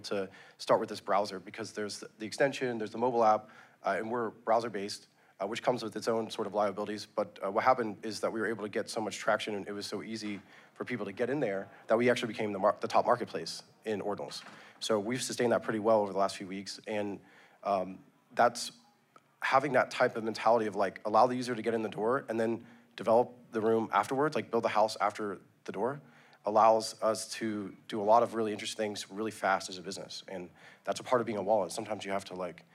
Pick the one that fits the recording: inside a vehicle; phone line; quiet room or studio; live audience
live audience